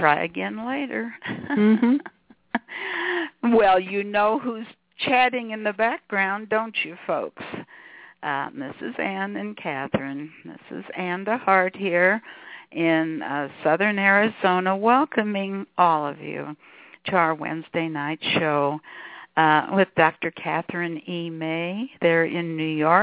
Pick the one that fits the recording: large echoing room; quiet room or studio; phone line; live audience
phone line